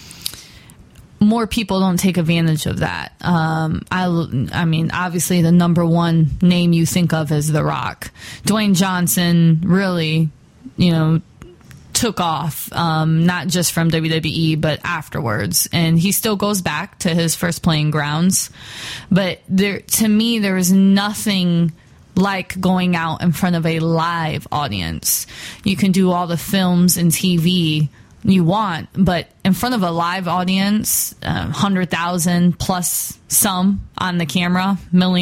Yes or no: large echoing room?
no